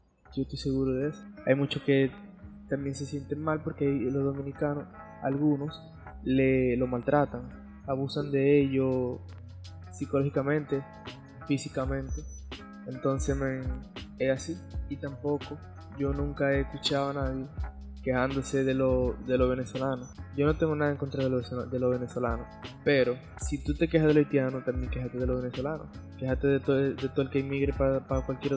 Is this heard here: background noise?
yes